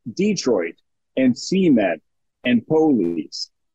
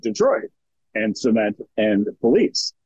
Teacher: she puts that stress up front on those words · Shown in: first take